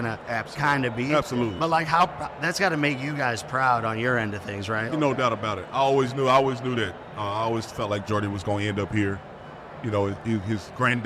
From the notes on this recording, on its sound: Live from Assembly Hall. Record live from Bloomington, Indiana, at the Assembly Hall on game day against Kansas.